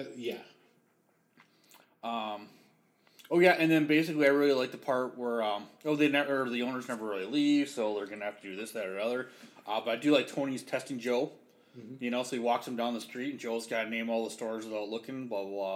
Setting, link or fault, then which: fault, poor microphone